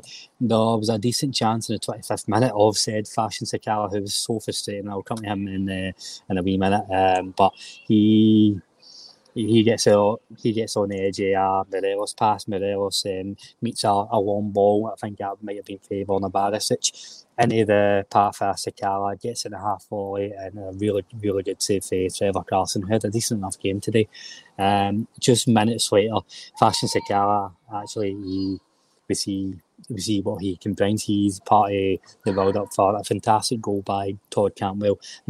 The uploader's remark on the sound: Full Time Reaction Live from Ibrox